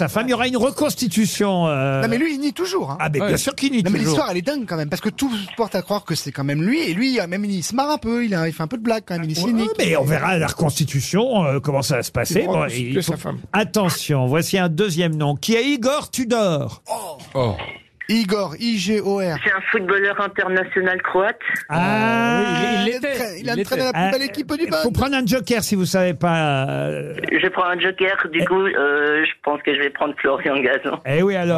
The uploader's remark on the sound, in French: Le ministre de la Santé au téléphone.